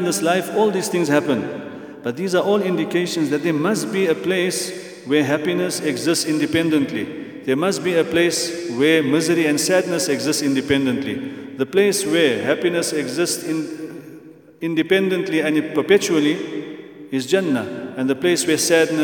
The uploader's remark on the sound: at the Houghton Masjid (West Street)